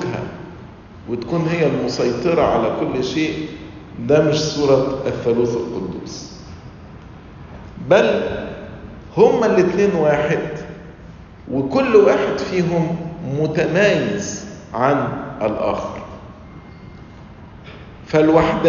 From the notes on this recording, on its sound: Lecture - Nashville Family Convention - Nashville, TN